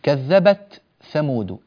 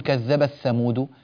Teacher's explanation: التاء إذا جاء بعدها ثاء هنا لابد من بيانها وإظهارها، ولا ندغمها · Shown in: first take